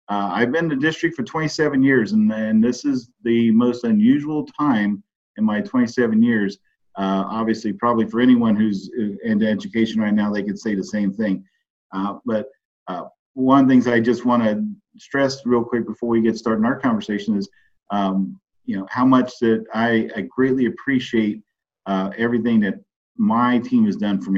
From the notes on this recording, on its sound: I got to sit down (via Zoom).